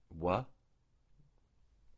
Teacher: it is a labiovelar approximant